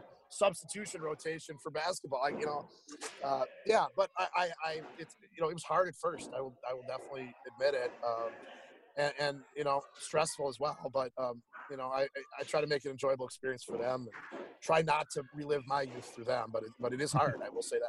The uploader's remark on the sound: Live from Regents Field in Ann Arbor, Michigan.